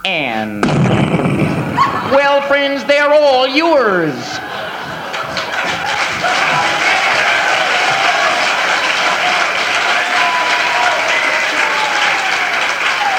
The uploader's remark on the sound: Live At The Ash Grove